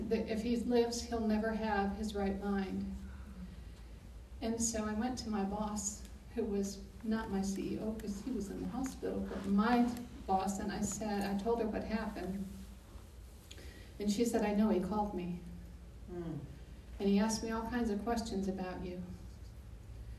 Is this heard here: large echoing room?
yes